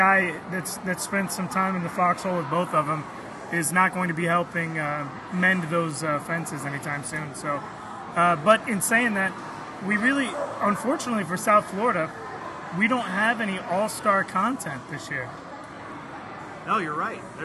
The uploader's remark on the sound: Come to you on location at Millennial Brewing Co. In Fort Myers, Florida.